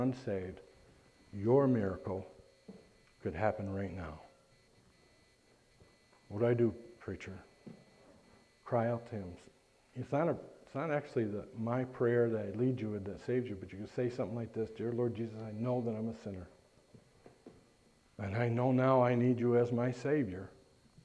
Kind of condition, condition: setting, large echoing room